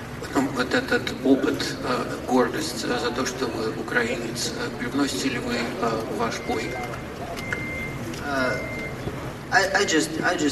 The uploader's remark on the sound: Final Press Conference. The Hulu Theater at Madison Square Garden on ESPN+.